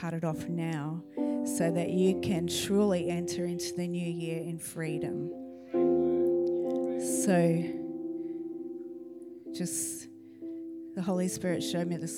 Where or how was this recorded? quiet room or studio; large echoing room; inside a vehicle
large echoing room